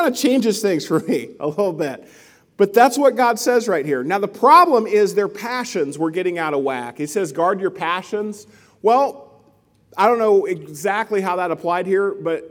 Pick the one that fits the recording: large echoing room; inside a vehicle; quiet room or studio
large echoing room